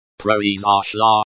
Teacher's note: It is pronounced like, proizashla, with the emphasis on the, za.